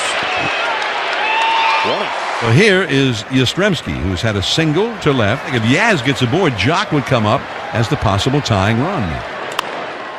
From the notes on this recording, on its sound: LIVE from #dodgerstadium